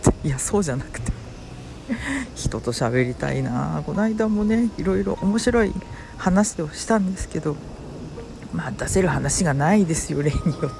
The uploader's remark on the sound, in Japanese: 外収録。外であるだけ。